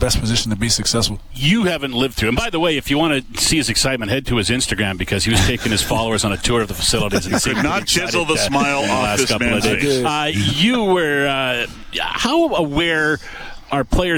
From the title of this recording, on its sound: LIVE from Commonwealth Stadium